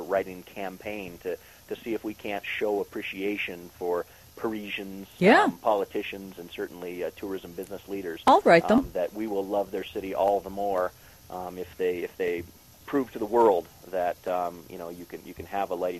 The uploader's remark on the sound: Call in as our Green Dude this week.